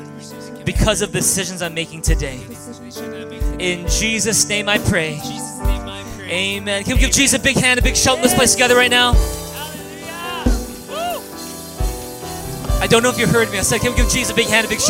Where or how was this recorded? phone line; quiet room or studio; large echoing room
large echoing room